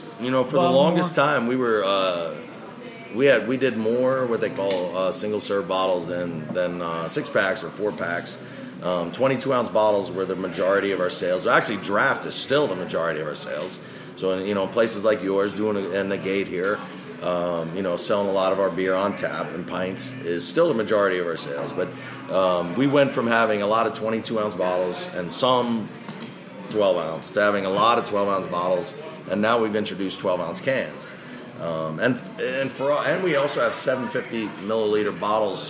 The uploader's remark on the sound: A special show that was recorded live at The Gate in Brooklyn, celebrating the brewery's 20th anniversary!